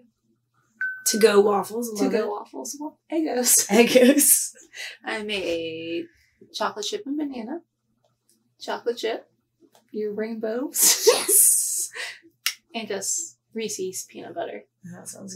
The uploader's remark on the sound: our low budget quality audio